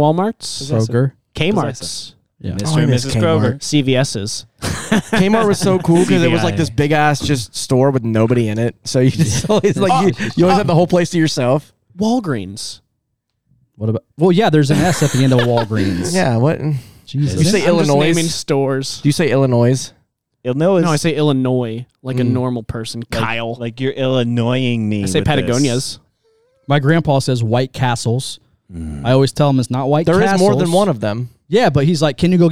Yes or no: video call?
no